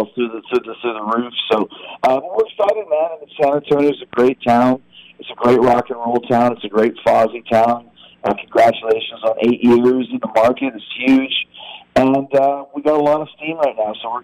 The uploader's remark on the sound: joins us on the phone